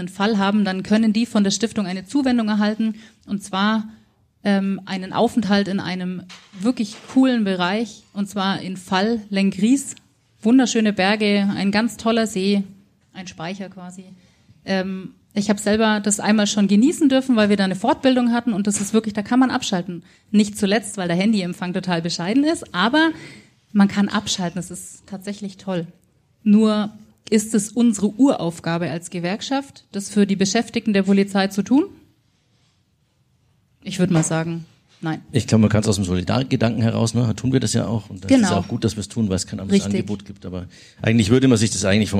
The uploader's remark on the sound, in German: live im Afterwork in Nürnberg und haben dort, zusammen mit dem Publikum